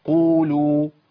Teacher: الاصل اللي هو الطبيعي اللي هو بيمد حركتين، ما بيزيدش عن حركتين · Term: مد طبيعي